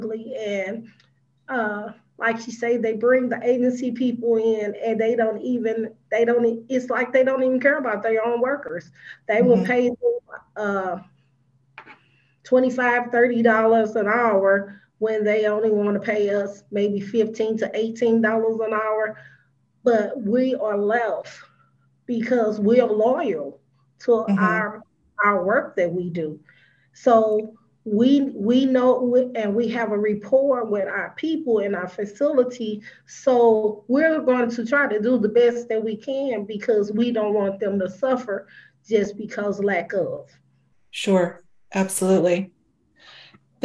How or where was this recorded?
video call